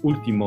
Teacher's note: there's an accent on the U, so the stress falls on the U